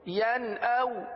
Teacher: حمزہ حرف حلقی میں سے ہے لہذا اظہار کا قاعدہ ہوگا یعنی غنہ نہیں کریں گے